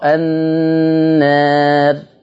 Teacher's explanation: يترتب على تقليل الألف المادية ترقيق الراء وقفا